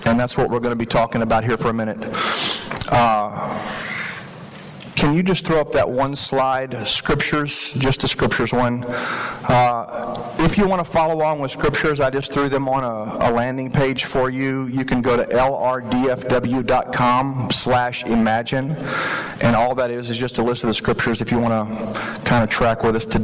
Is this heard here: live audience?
yes